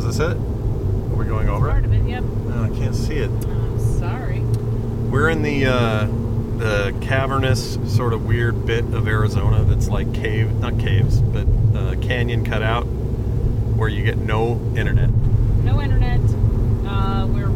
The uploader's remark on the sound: Sorry for the buzzing in the first segment. My mic was goofed.